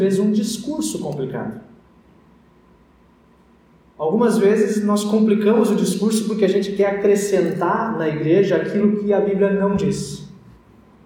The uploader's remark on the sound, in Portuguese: Áudio da mensagem do útlimo culto presencial antes das restrições em função da pandemia da COVID-19.